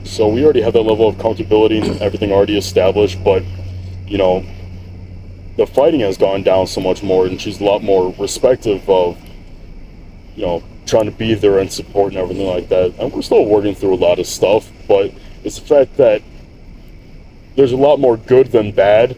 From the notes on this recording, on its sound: This Podcast was recorded outside with some bourbon by the bonfire. This is about as uncut and raw as is it gets.